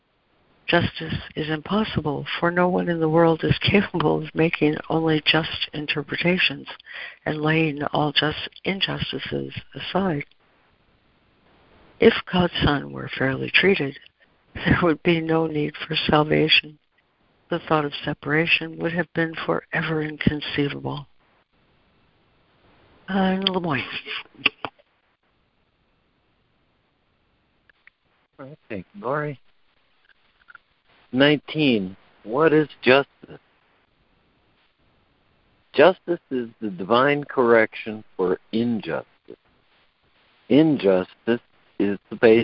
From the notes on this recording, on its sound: ACIM Daily Conference Call